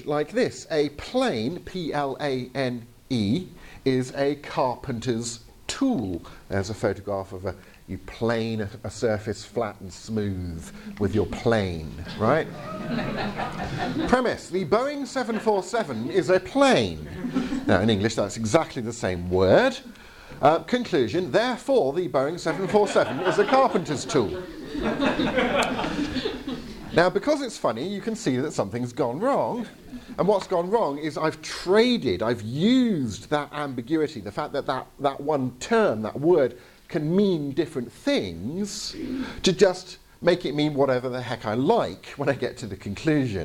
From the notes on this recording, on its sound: Presentation from the 2022 Veritas Conference ( ), held at The Bible School in Grimstad (BIG - ), Norway.